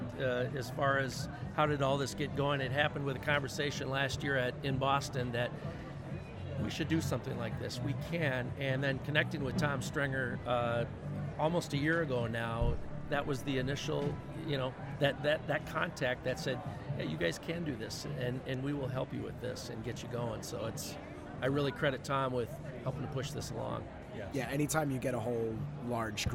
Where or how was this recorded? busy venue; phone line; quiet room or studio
busy venue